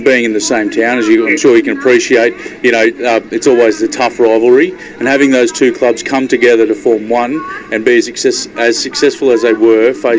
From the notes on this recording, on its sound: At the Santos Festival of Rugby in Narrabri.